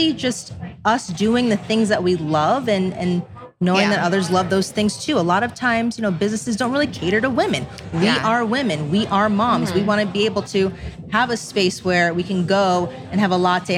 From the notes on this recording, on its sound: We’re live at Café Lola in Las Vegas